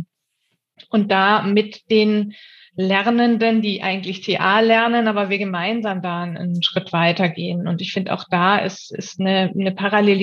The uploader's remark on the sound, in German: Diese Frage beschäftigt uns in dieser Episode, welche wir im Rahmen unseres Workshops am 1. Onlinekongress der DGTA aufgezeichnet haben.